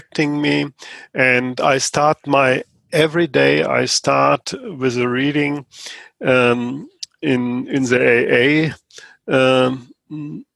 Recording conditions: video call